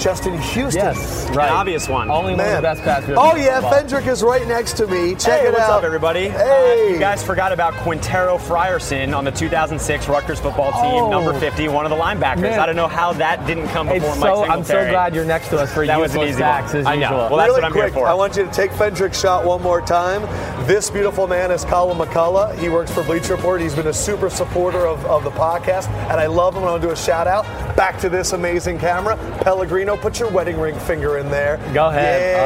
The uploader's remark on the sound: live from Radio Row at Super Bowl 50 in San Francisco